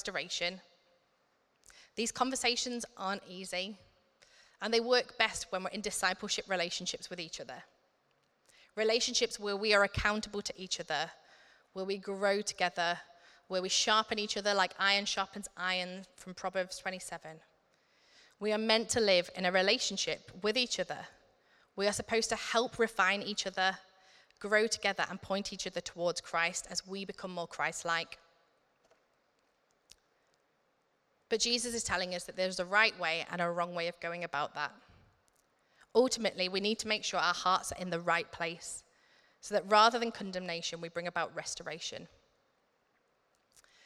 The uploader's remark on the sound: Recorded at Middlesbrough Community Church.